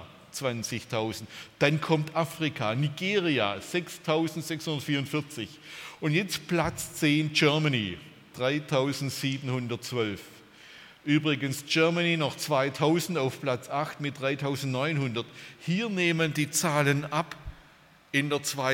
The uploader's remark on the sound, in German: beim Freundestreffen der Liebenzeller Mission